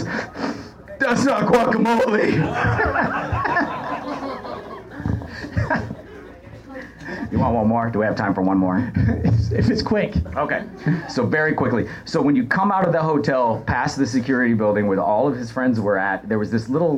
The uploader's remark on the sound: Broadcast live from the 1st Annual Los Angeles Scripted Comedy Festival at The IO West in Hollywood.